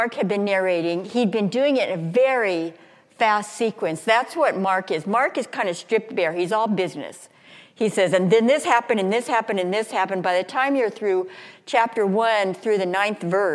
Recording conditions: large echoing room